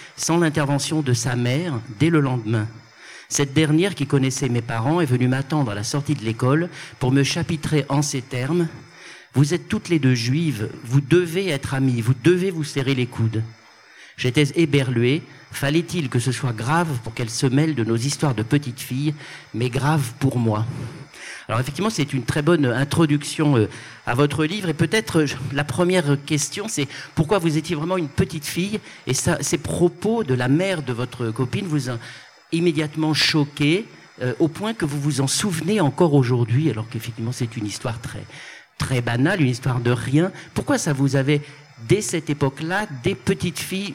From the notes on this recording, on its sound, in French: Enregistré le 16 février 2020 dans le cadre de la 34ème Fête du Livre de Bron